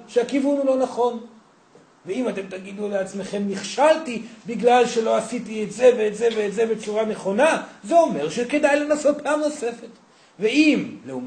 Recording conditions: live audience